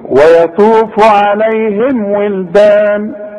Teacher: علشان دي ميم اظهار بنقفل فيها الشفايف وما بنغنش